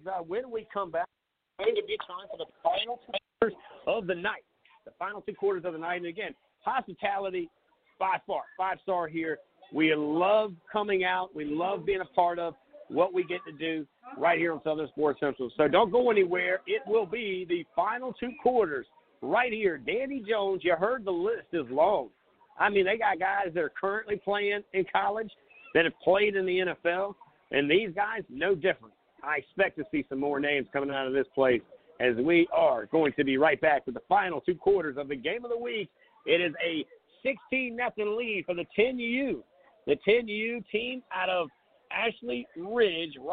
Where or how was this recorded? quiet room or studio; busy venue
busy venue